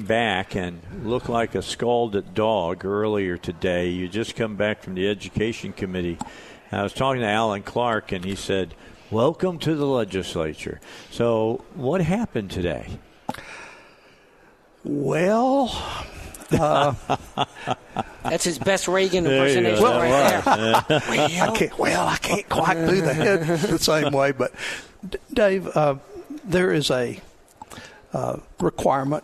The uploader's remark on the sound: Live at the State Capitol for Filing Day